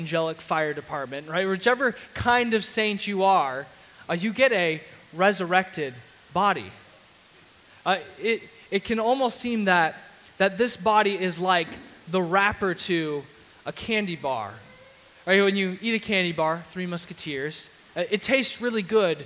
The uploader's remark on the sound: Sermon audio from CityGate Church